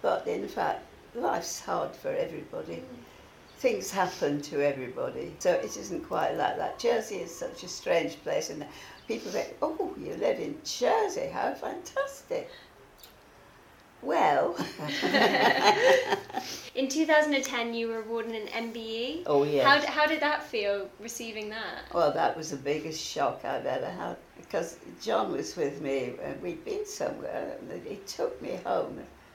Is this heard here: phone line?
no